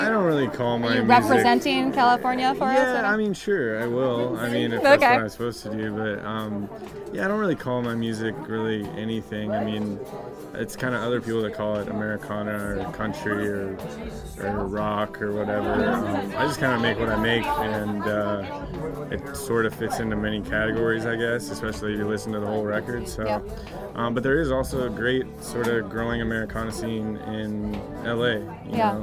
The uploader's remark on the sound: Americanafest 2018. Live from the Basement East in Nashville, TN.